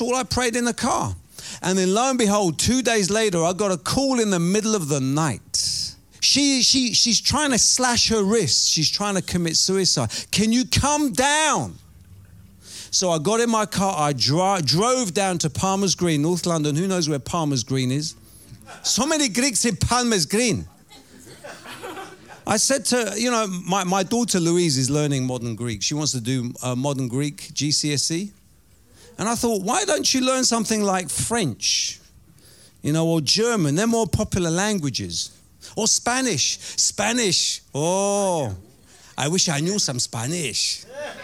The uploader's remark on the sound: Preaching at Oasis Church, Watford, England.